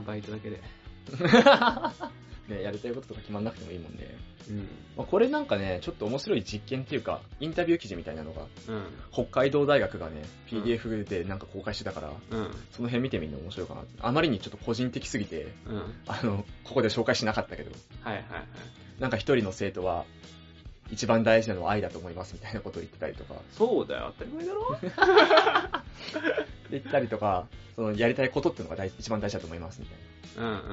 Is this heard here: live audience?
no